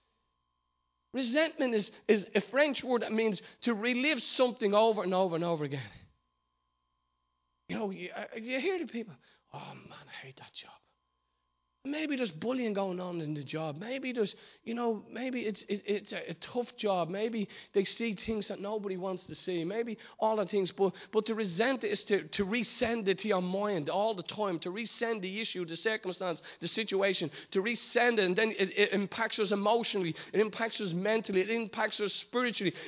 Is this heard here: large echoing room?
yes